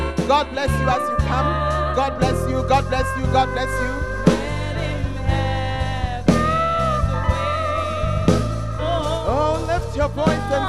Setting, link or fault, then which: setting, large echoing room